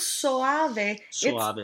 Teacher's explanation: So we have that J glide, but in the word soave, soave. It's, it's not a glide. They're actually two different syllables.